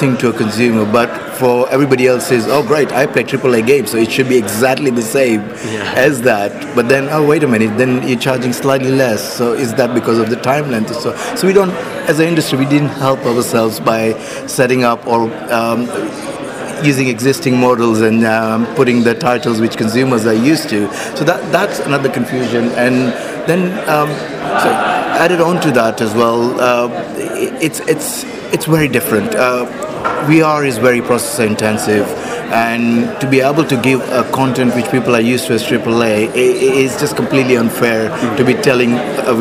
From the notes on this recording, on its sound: Recorded during the official unveiling of the subscription-based VR platform